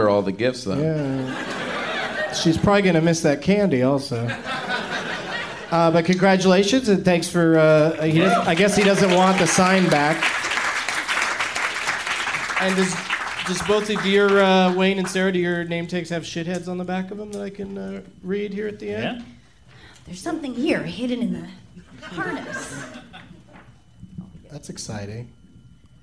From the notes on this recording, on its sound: Live from Cinefamily